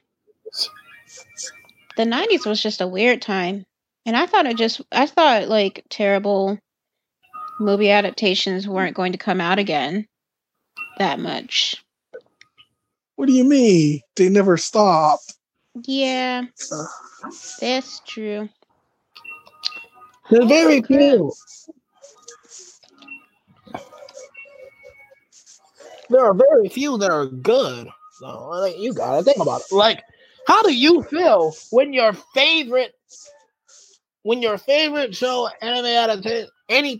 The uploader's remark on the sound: Apologies for the somewhat bad quality and the amount of background noise.